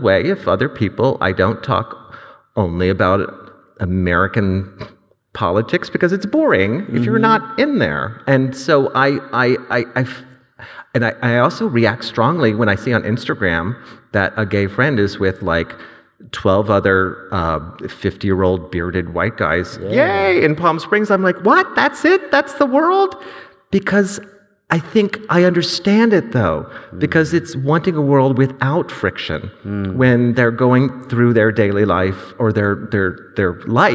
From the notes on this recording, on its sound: This event was recorded on Wednesday 9 November 2022 at The Capitol as part of the Wheeler Centre’s Spring Fling: A Short Series of Big Ideas program.